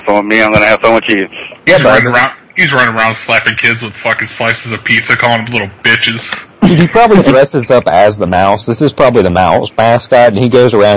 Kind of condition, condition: link, phone line